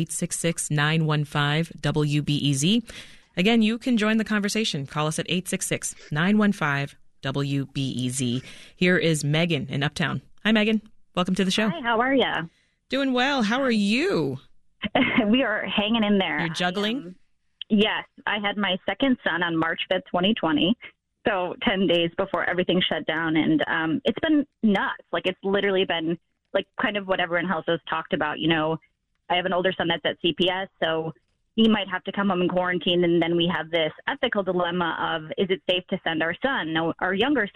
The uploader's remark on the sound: Reset checks in with a reporter covering the issue in the Chicago area and opens the phones to listeners.